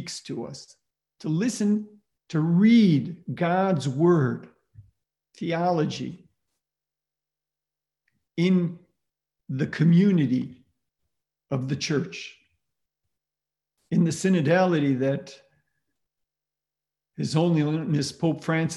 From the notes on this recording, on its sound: Presented by the Lumen Christi Institute, the Godbearer Institute, and the Collegium Institute. Originally delivered as a live web event.